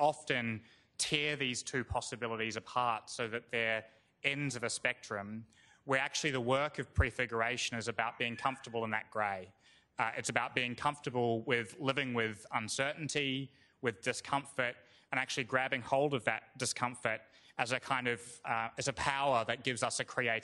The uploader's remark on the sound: This recording is from the Sydney Environment Institute's launch